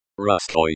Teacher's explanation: This is an adjective, meaning, of Russia, and is also in the dative case. The stress is on the first syllable.